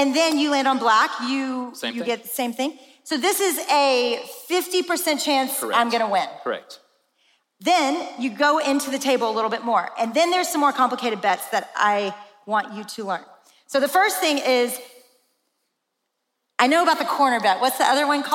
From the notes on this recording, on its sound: In this special episode from AWAKEN Conference 2022.